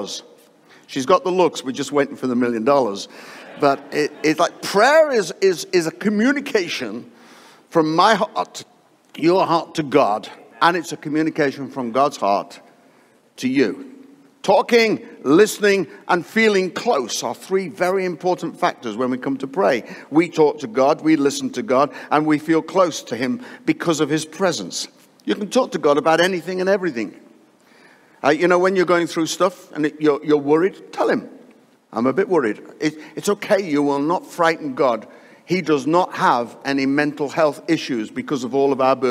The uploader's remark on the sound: live from Destiny Church, Wakefield, UK